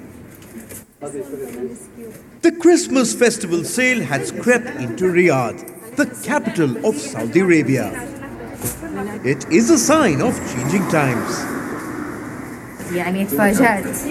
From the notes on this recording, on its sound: Message preached at CBC Shiashie Campus